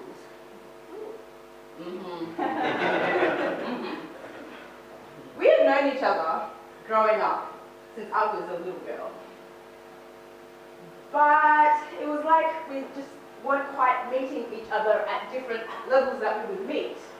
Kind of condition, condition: setting, live audience